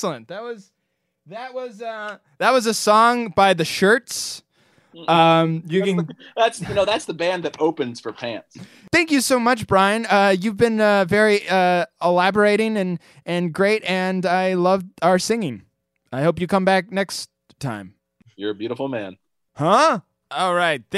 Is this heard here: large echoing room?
no